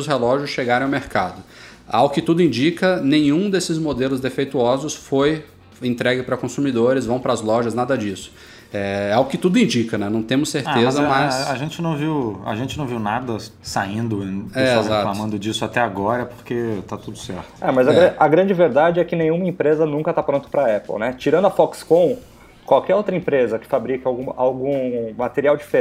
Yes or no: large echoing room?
no